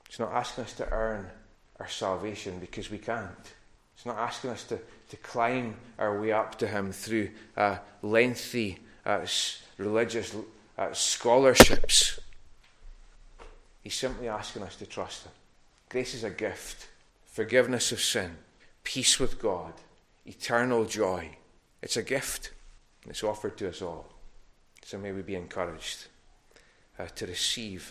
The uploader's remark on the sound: recorded at North Harris Free Church on morning of Sunday 12th December 2021